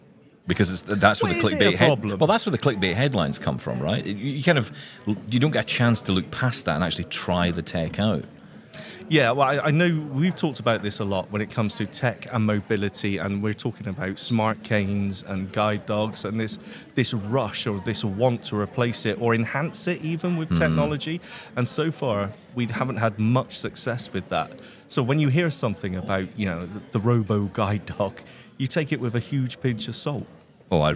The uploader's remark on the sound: Live from Vienna at the Zero Project Conference.